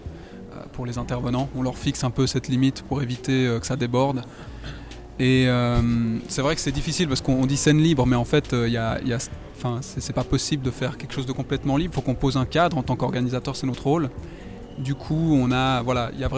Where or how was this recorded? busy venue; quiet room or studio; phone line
busy venue